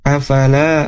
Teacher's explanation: Afala, huruf lamnya panjang dua harakat.